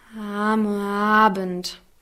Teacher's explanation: dass sozusagen die Stimmbänder immer durchschwingen und das hören wir dadurch, dass es sehr weich klingt · Term: weiche Sprechen